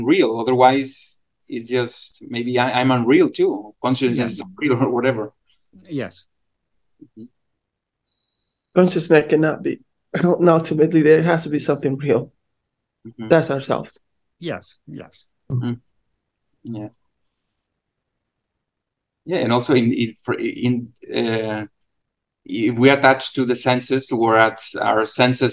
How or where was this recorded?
video call